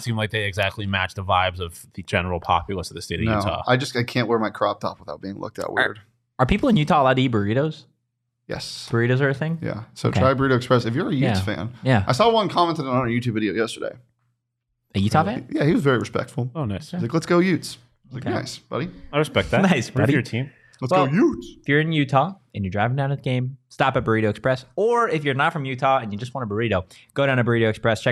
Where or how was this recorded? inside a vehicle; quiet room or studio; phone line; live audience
quiet room or studio